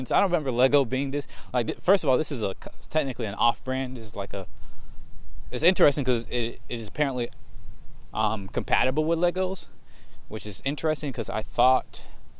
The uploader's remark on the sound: Today I just walk and talk